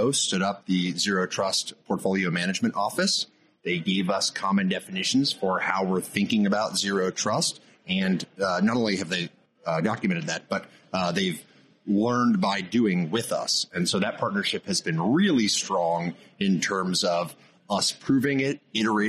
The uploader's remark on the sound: discussed with us at AFCEA West